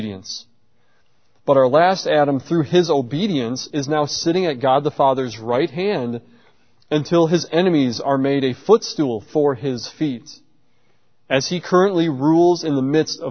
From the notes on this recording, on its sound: at Covenant Baptist Church in New Berlin, Wisconsin